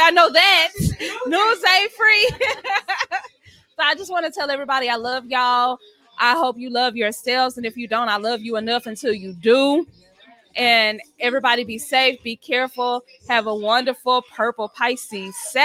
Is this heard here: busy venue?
yes